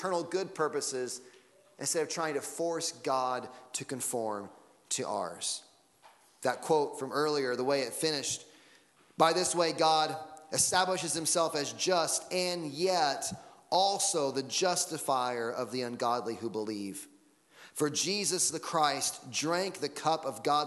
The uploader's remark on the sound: Sunday Morning Sermon Audio.